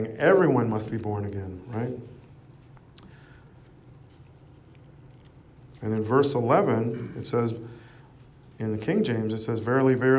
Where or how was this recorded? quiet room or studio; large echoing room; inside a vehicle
large echoing room